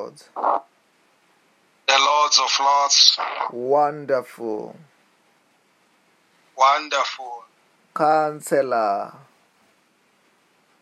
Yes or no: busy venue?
no